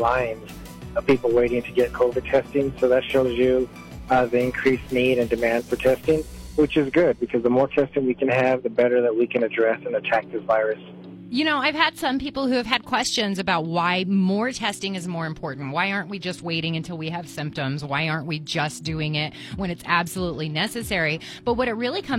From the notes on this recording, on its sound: called into the Bravo Mic studios